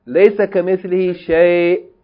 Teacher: the word ends with hamzatul qat. So, if you stop on it, you have to stop with hamzatul qat. That means it's a glottal stop.